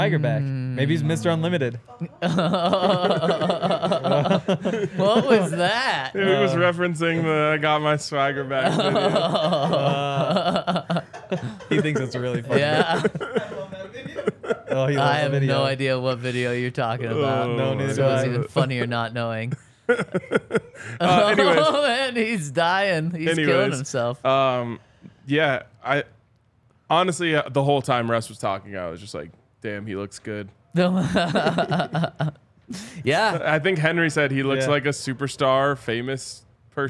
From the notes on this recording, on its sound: coming to you LIVE from the DNVR Bar